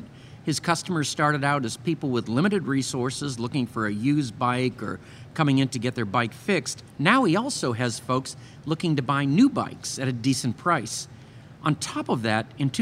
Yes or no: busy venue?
yes